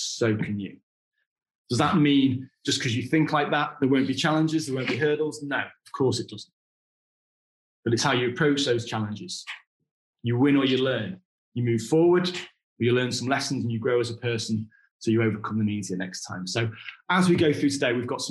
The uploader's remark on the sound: Our podcasts are usually recorded live at our weekly online meetings and broadcast around the world! Over at ASANA Connected for their Wealth & Property Summit.